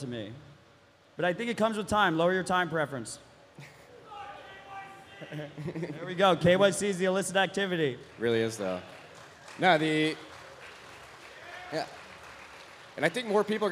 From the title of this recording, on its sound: LIVE IN MIAMI